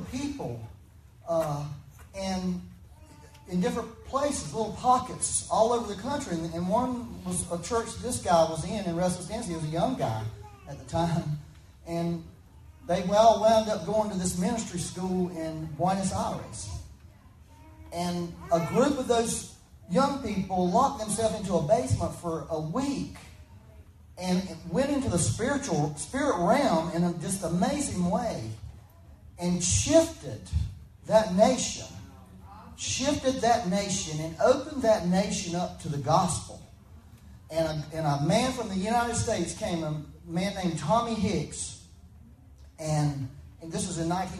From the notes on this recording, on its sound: Had some technical difficulties with recording for this Sunday, so there is a bit more reverb than desired but better than nothing.